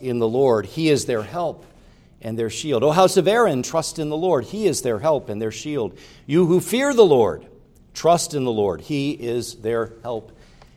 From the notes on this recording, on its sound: preached at Grace Orthodox Presbyterian Church in Sewickley, PA, during the evening Worship Service on Sunday, July 2, 2023.